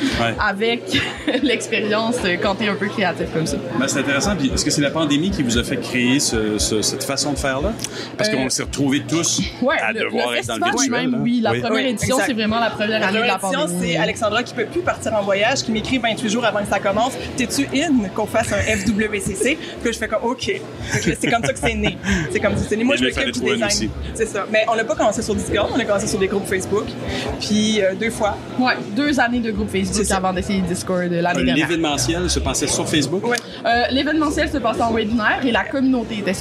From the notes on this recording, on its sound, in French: Une entrevue enregistrée lors du Web a Québec.